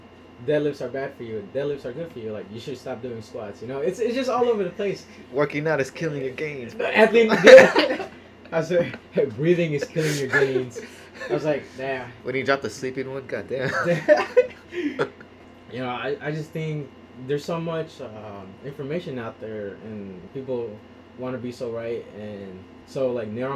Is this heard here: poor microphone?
yes